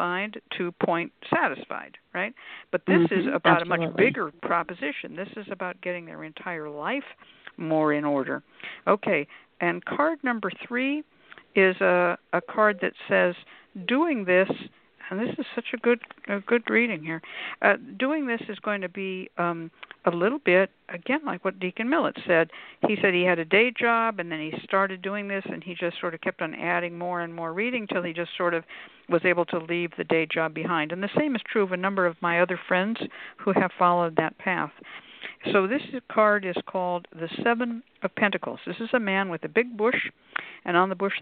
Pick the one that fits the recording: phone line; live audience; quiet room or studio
phone line